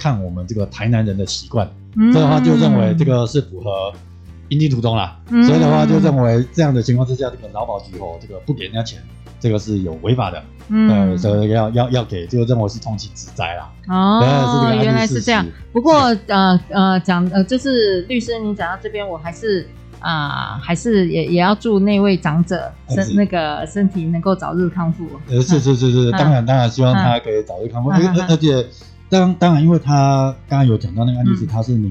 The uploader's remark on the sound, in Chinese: 本集因主持人、來賓皆配戴口罩錄製，聲音較悶，敬請見諒！